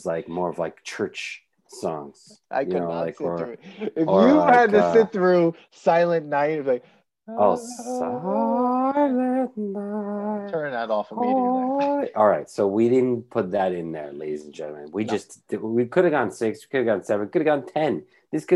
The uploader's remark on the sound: We recorded this on November 16th, 2020, on Zoom so there are some small sound discrepancies